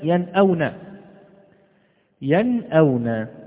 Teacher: فمن أقصى الحلق اثنان، الهمزة والهاء